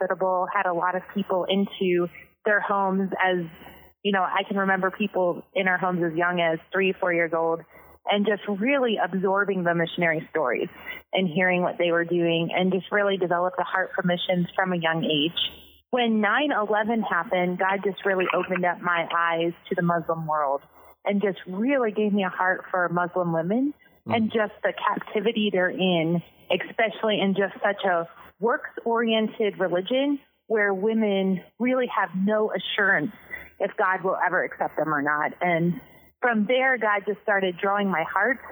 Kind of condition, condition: link, phone line